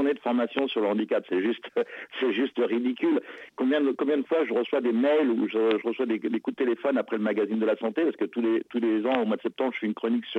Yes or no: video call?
no